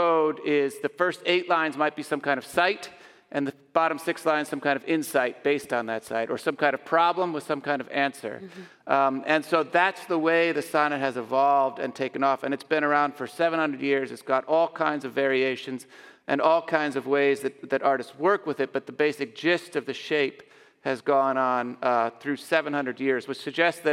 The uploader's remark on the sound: Our first live performance of the podcast. We met at Calvin University for its January Series. For a live audience.